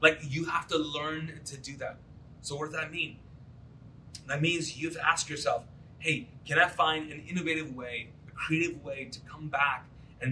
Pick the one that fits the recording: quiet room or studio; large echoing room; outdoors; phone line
large echoing room